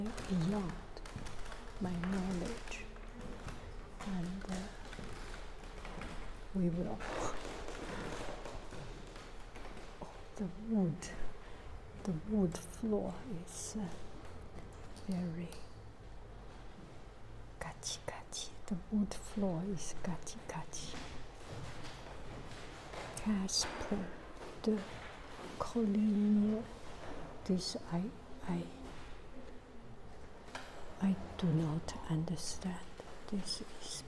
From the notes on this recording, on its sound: Original sound tourist Paris musee carnavalet